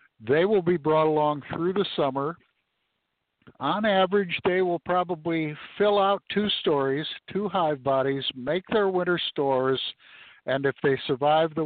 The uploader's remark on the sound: Live From The Honey Bee Yard